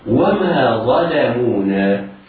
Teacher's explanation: الظاء مفخمة بعدها اللام والميم والواو والنون كلها حروف مرققة